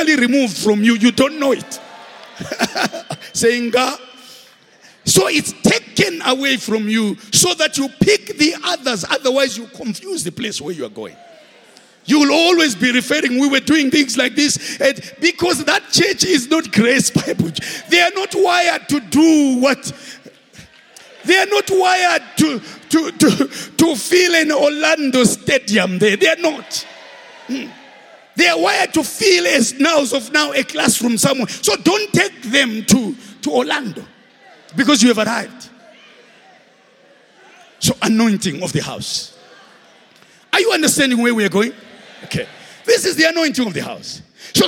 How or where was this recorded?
live audience